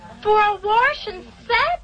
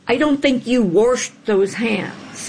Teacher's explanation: For people who live in some parts of the country, Warsh is how you might say wash.